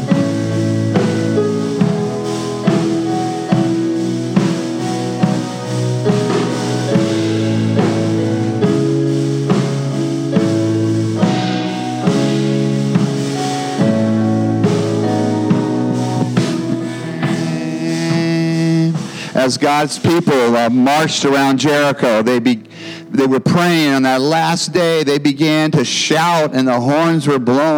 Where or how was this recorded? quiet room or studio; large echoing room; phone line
large echoing room